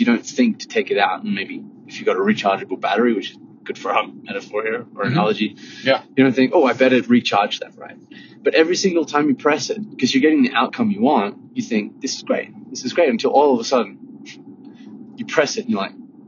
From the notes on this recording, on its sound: It is technically a CARPOD, as we are driving to Steamboat, Colorado